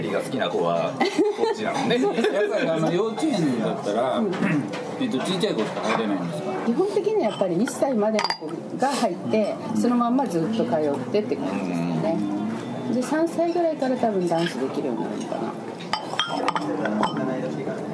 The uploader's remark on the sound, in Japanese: 店内BGMなどのノイズがガッツリです。お聞き苦しいかもしれませんがご容赦下さい。